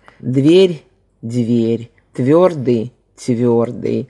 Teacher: Ну, я говорила уже о возможности произнесения твердого или мягкого согласного перед другим мягким